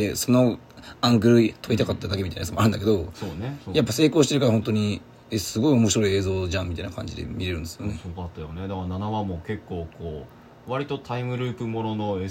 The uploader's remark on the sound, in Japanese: ボイスメモです。